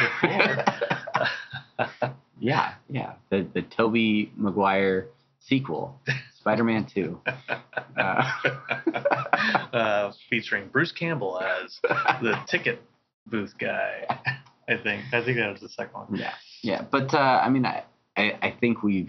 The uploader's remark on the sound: We do a very special nighttime live, fireside chat podcast on location for San Diego Comic Con! Pardon the audio quality... After all, we were live!